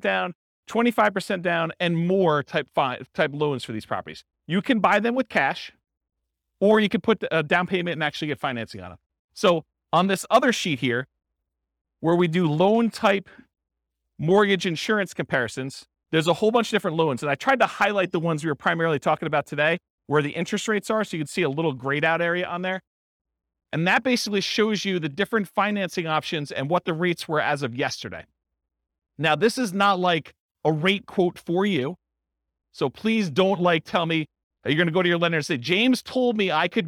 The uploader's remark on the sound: This was a live class recorded